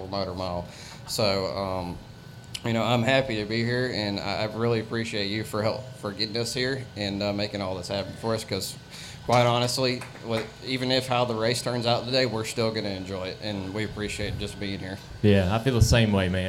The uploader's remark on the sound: Wednesday Q&A Session Live at North Wilkesboro. We have a special bonus episode live from North Wilkesboro Speedway.